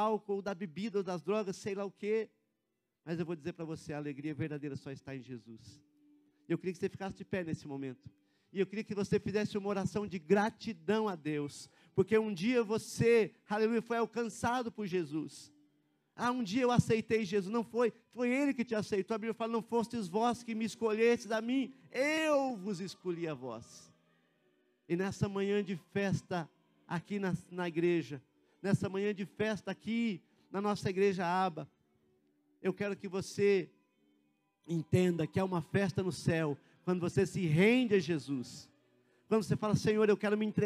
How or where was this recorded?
large echoing room